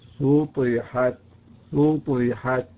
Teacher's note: إذا جاء بعد السين حرف من حروف الإطباق وجب بيانها وترقيقها، وإلا انقلبت صادا